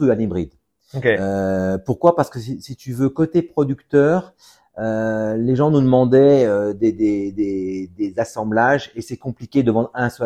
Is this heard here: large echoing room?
no